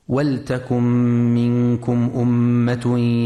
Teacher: ينتبه القارئ في كلمة ولتكن لسكون اللام وعدم كسرها، فلا يقرأ ولتكن.